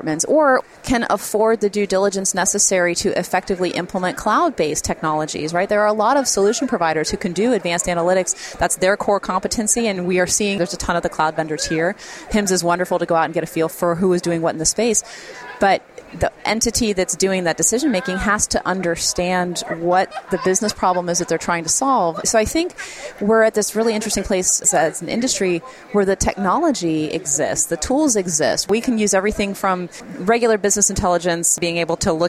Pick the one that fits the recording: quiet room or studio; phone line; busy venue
busy venue